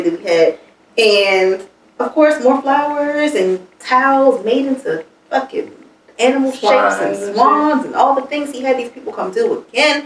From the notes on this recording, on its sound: one of these days, the mic will do as it's told.